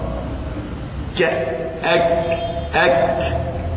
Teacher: من أين تخرج الكاف؟ أقصى اللسان تحت مخرج القاف ك أك أك تقاربا مخرج.